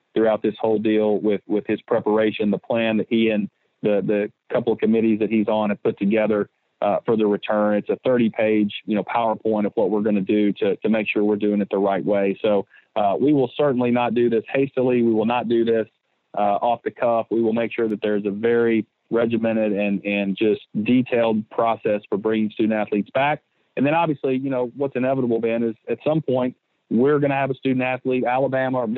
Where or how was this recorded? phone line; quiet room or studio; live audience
phone line